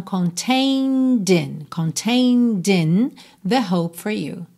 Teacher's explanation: você vai usar o D para ligar no in